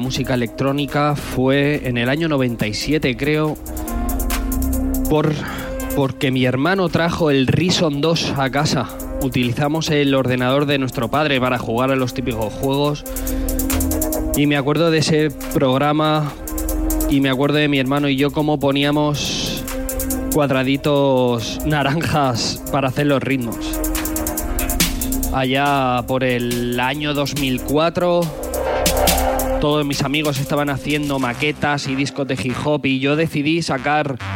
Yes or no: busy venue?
yes